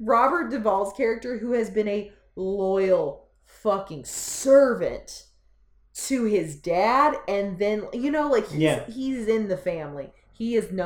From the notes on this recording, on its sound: There are definitely mic issues once again, but you know, stoners set this damn thing up.